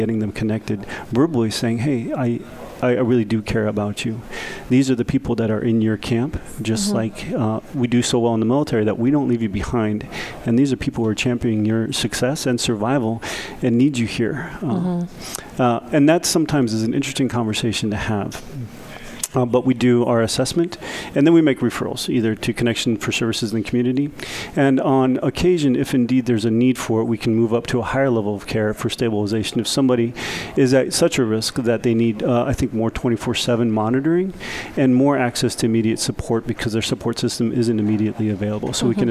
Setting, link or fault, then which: setting, busy venue